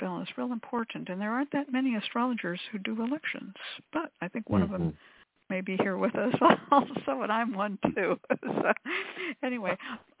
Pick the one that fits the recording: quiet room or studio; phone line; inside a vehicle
phone line